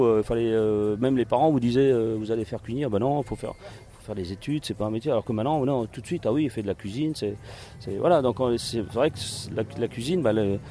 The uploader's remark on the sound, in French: Une interview pendant le festival de Cannes 2015. Dans le micro du Le Fashion Post.